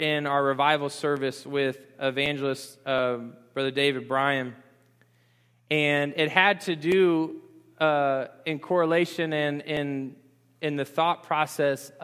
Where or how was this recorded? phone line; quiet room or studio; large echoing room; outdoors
large echoing room